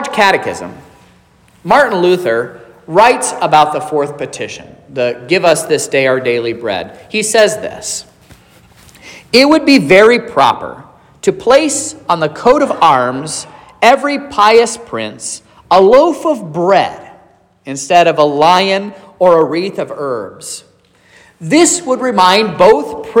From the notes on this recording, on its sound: This is the sermon preached at Trinity Lutheran Church in Vallonia, Indiana